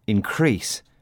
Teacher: This time the stress falls on the second syllable.